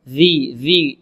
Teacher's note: الذال هذه معجمة تخرج من طرف اللسان مع طرف الثنايا العليا